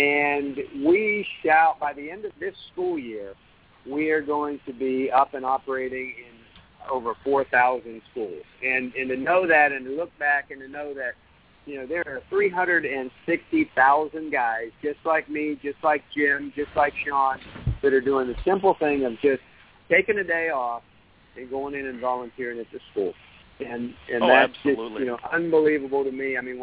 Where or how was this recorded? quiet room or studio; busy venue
busy venue